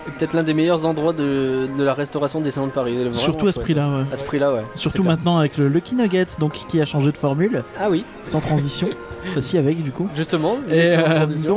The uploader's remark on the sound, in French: Réouverture de Disneyland Paris en direct ! Le tout en direct du parc.